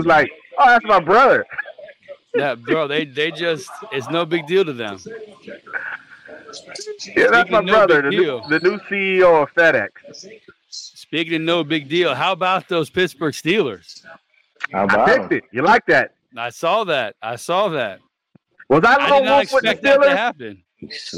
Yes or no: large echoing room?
no